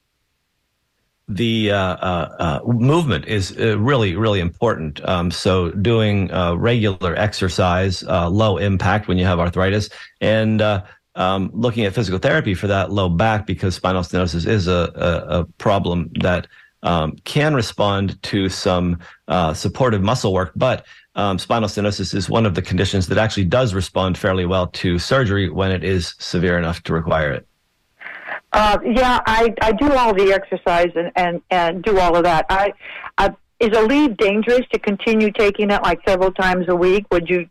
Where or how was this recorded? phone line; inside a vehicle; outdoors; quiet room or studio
phone line